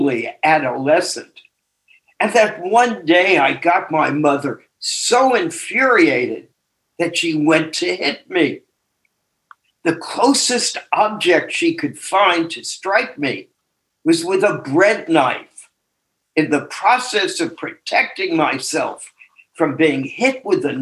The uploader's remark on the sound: Took us on a zoom journey.